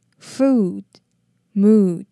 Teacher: 这两个都是 OO 长母音，念的时候嘴唇要稍微撅起来。Food, mood. OK,接下来我们看到 walnuts.